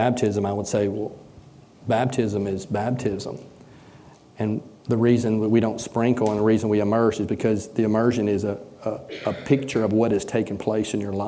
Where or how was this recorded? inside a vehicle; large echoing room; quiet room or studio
large echoing room